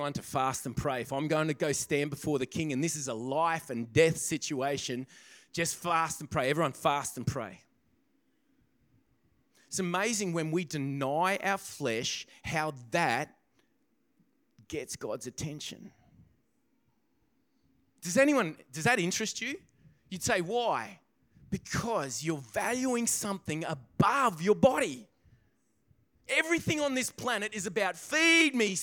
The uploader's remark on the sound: This podcast begins part-way through the message due to technical difficulties. This message was recorded on 04/02/2024 during the 10am service.